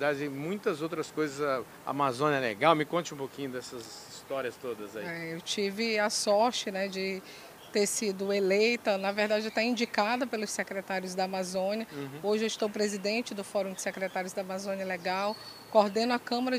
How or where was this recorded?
busy venue